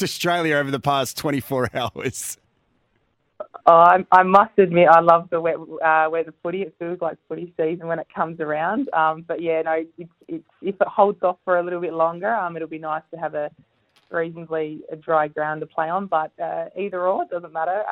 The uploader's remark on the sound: phoned to chat